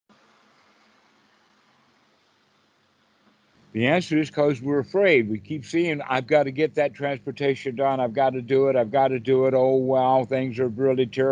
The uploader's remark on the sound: skype calls on this channel